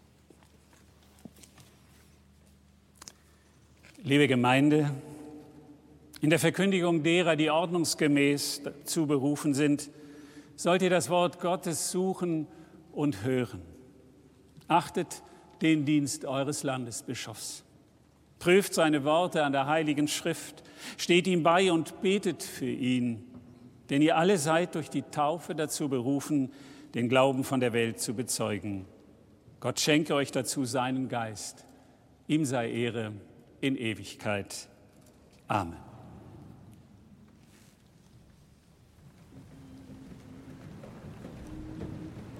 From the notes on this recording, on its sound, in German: Live-Gottesdienstübertragung aus der St. Lorenz Kirche in Nürnberg.